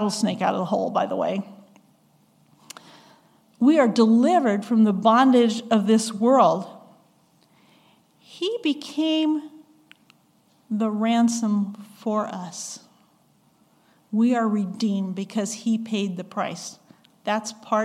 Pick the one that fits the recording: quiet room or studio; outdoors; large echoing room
large echoing room